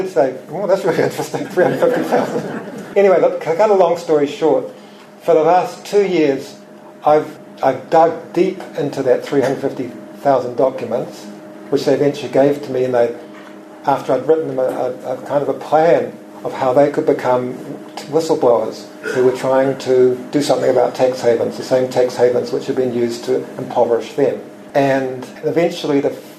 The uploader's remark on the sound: Recorded live at Nelson's Yaza Cafe.